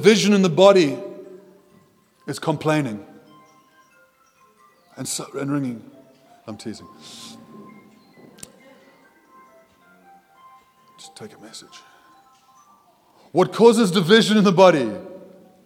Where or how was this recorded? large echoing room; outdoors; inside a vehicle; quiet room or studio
large echoing room